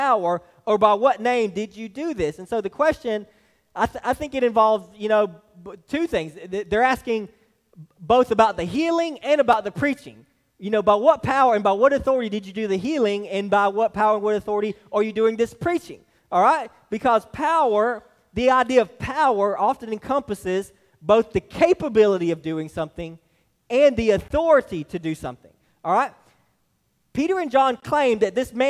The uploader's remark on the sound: This message was delivered to Hillside Baptist Church in Eastman, GA on 6/11/23